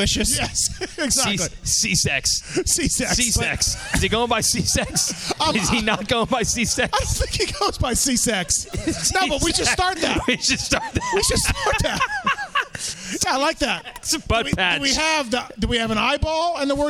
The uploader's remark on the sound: Indianapolis Live Show